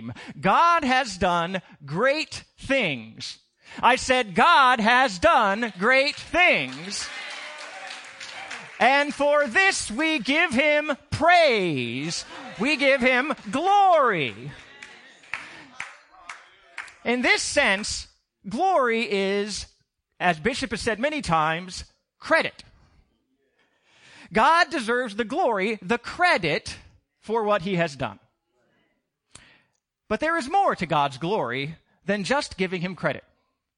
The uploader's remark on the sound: Recorded on 2016-06-12 at the 08:30am Service